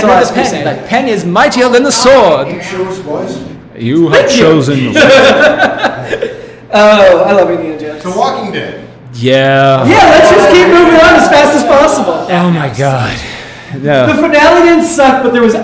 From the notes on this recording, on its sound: GBG LiVE From Packrat Comics! Originally Recorded Live at Packrat Comics.